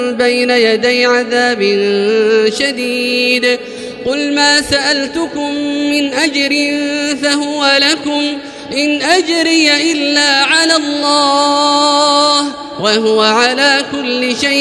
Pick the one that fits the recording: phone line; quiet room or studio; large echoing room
large echoing room